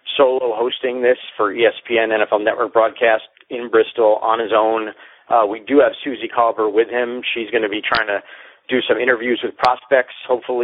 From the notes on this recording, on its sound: NFL Draft teleconference